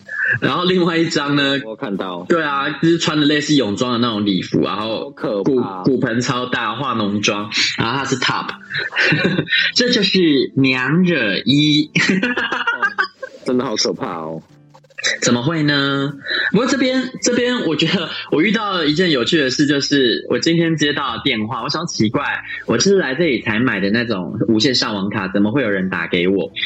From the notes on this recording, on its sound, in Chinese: 遠赴新加坡。電話錄音。由於週間特輯是手機通話錄音的，所以音質比較差，但差得很有風味，好像在跟我們電話連線～。這集用耳機錄音，音質更差了。